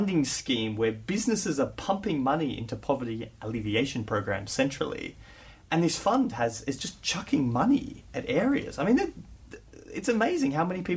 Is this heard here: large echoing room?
no